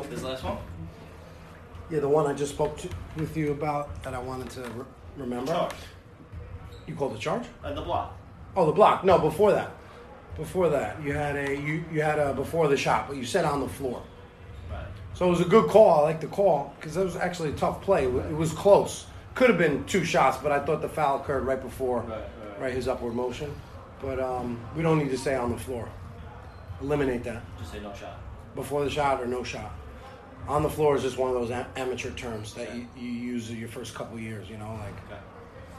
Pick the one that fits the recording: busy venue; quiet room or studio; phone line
busy venue